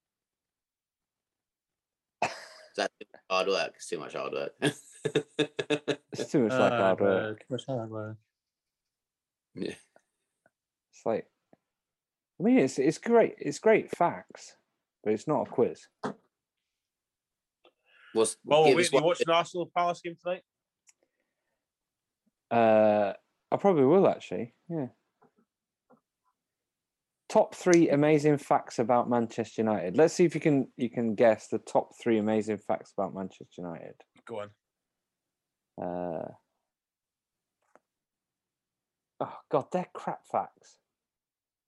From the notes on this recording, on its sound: Welcome - this weeks podcast is over zoom as we didn't have a chance to get to the pub!